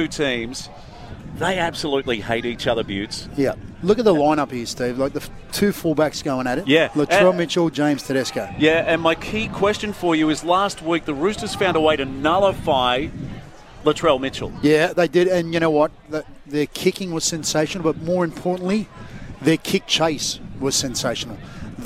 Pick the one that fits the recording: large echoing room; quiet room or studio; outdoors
outdoors